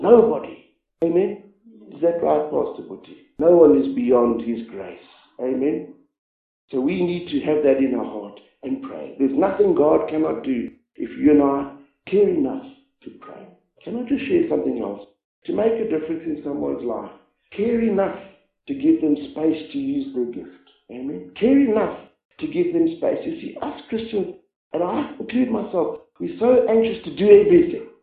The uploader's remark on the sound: This message was preached about seven years ago when our church met in the chapel.